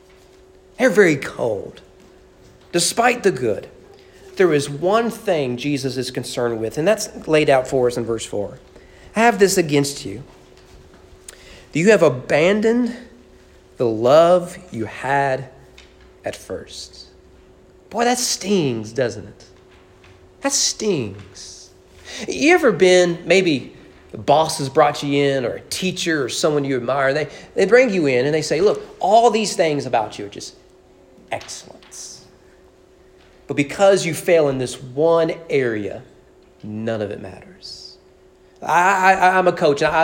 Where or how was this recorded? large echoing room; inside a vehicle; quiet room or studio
large echoing room